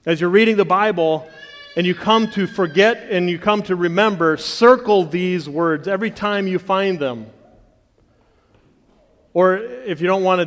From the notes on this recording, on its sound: the audio from the Friday Session of the 2023 Bible Conference at CityGate Church in Portage, MI